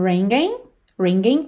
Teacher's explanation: o último G não é pronunciado, porque geralmente a gente não pronuncia esse G da terminação ing